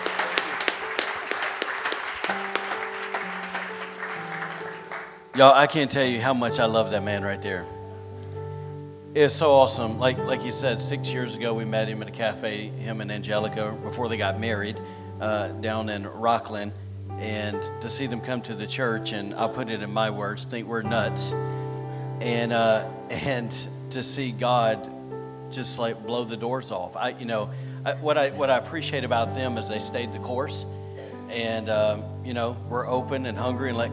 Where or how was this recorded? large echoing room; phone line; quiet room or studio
large echoing room